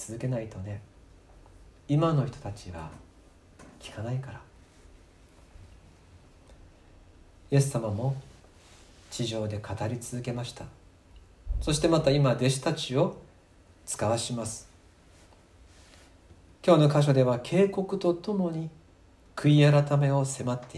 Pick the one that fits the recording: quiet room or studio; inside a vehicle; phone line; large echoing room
large echoing room